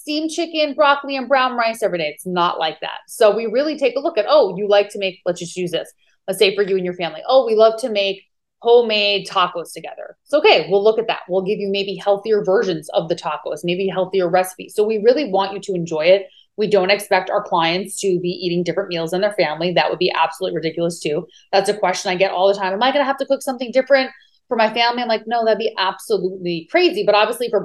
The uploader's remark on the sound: hopping in my zoom room